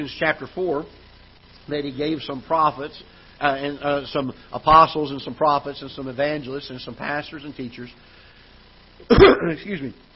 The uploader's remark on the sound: Ketha Heights Baptist Church ~ Live Broadcast